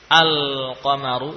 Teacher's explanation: Al dibaca dengan idhar, dibaca dengan jelas. Ya. Idhar pada al disebut dengan idhar qomari. · Term: idhar qamari